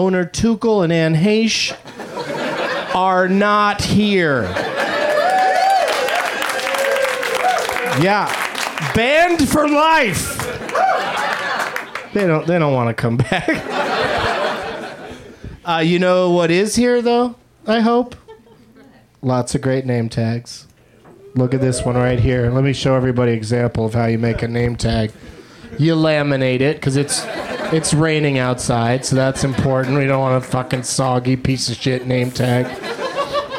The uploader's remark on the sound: Live from the UCB Franklin